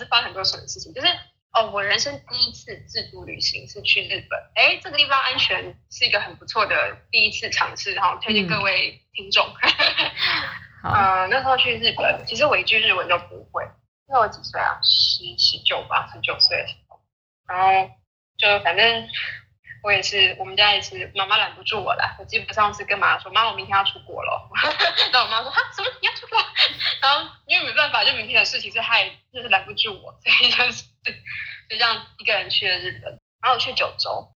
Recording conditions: poor sound quality